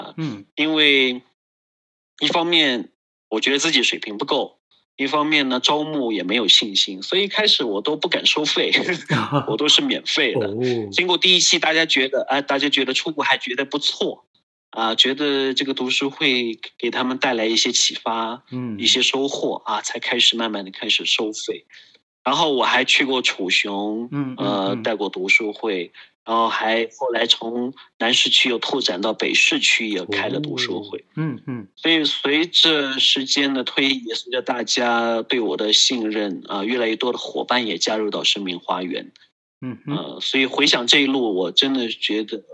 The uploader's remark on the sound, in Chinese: 錄音地點】台灣新竹、雲南昆明